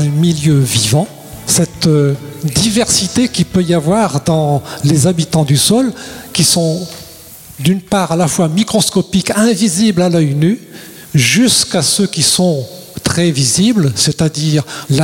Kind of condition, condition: setting, large echoing room